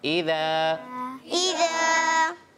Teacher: ایک الف یعنی دو حرکات کی مقدار کھینچ کر پڑھیں گے · Term: الف مدہ